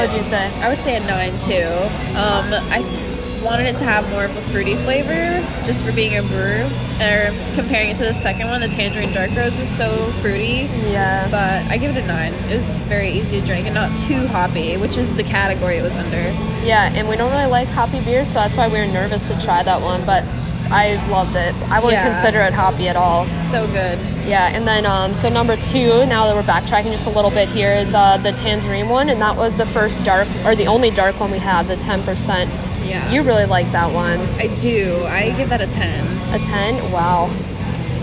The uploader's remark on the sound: First on site taste testing of in house brewed beers at Devours, Boynton Beach, FL.